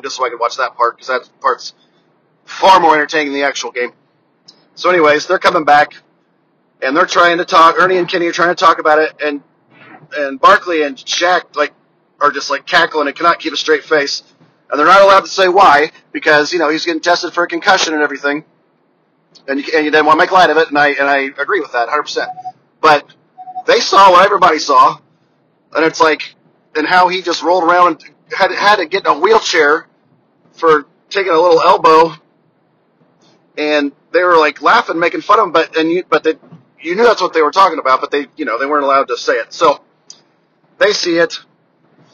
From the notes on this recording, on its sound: FROM MY CAR. I got bored on a long drive home today so decided to hit record.